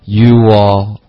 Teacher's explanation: 因为 you 跟 all 之间别断气，是一口气说这两个音节